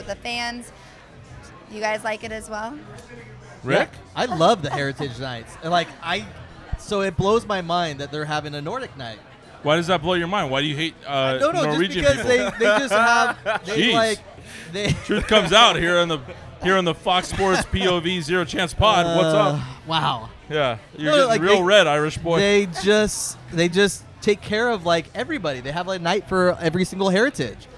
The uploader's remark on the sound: We posted up and received the king's treatment from Social Tap just outside of Petco Park. We posted up and received the king's treatment from Social Tap just outside of Petco Park.